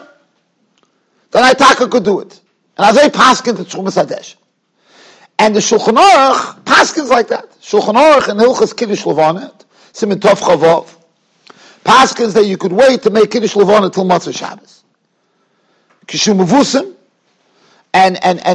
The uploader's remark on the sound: Shiur recorded in Yeshivas Ohr Reuven, Monsey, NY.